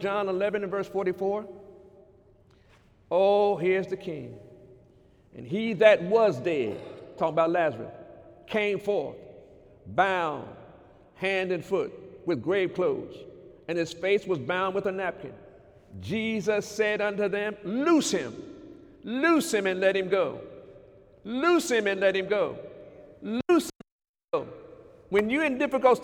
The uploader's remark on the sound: During Sunday morning service on February 17, 2019